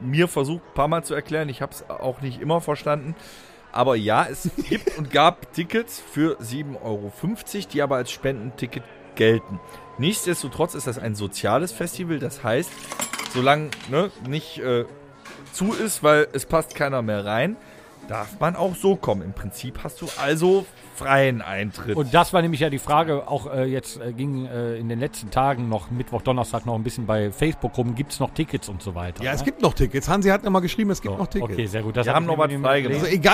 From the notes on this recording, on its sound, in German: Gestapelte Bierkisten, Kilometer von Kabeln, Boonekamp, Kippen…überall Irren Menschen umher…eine unglaubliche Geräuschkulisse….es ist stickig und warm…richtig, wir sind auf einem Festival. Heute senden wir live vom Benefiz Open Air Rock Sommer Nacht in Grevenbroich und alle schauen vorbei.